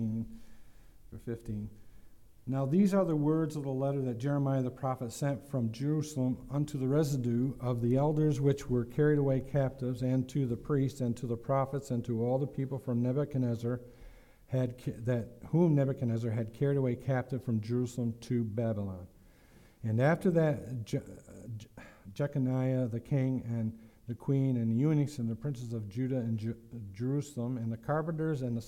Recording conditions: large echoing room